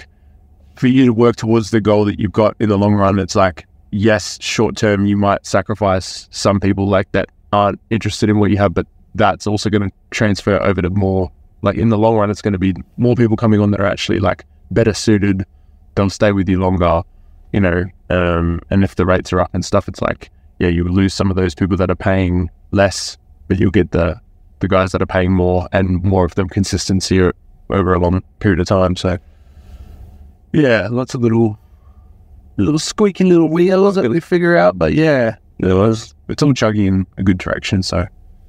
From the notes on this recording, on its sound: Coaching in the Car.